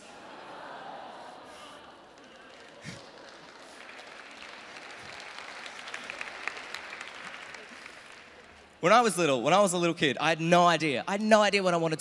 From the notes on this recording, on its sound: With the National Final performed at Melbourne Town Hall during the Melbourne International Comedy Festival